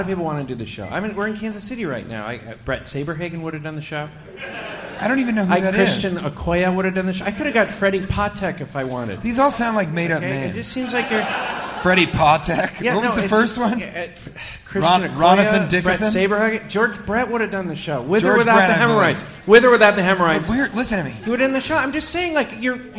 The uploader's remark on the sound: Live from Legends Mall